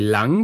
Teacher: Wenn ich das L spreche, bei lang, dann habe ich ja das L, also die Zunge, ganz knapp hinter den oberen Schneidezähnen liegen